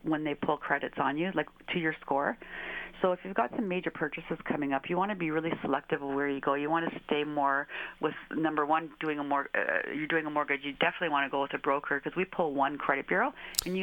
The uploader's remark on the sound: Joins us on the phone. Originally aired live on AM800 CKLW.